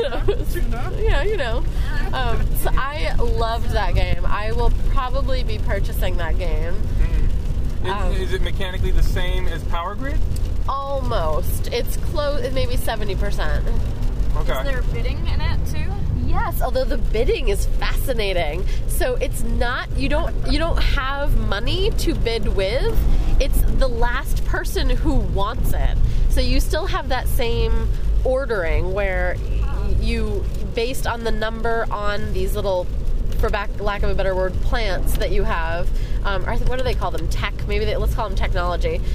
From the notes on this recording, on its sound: Drive home in the driving rain from Spring Meltdown in Lyndonville, one of the Green Mountain Gamers’ game days held around Vermont. How do you pass the time during a two hour ride from Lyndonville to Burlington?